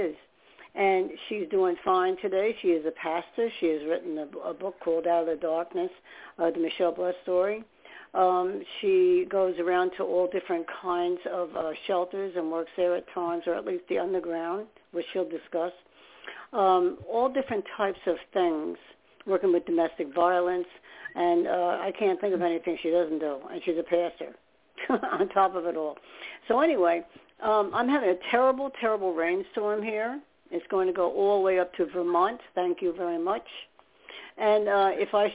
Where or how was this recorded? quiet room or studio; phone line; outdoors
phone line